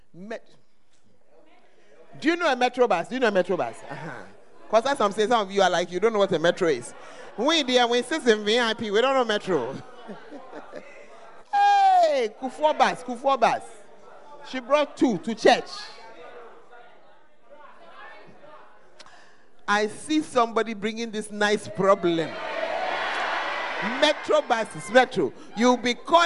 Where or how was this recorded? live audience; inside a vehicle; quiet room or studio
live audience